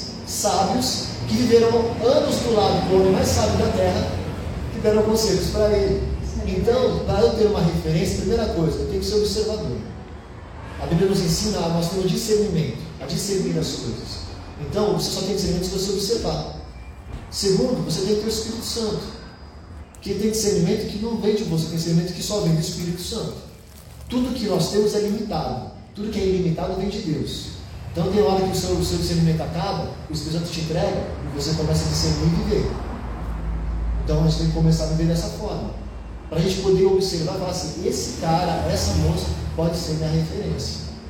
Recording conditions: large echoing room